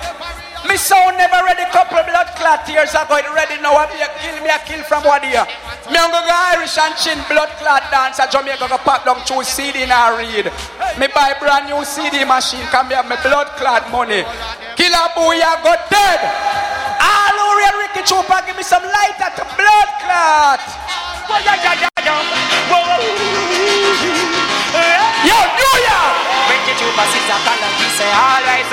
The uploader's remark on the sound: CLUB A IN QUEENS NY 2004. IN QUEENS IN CLUB.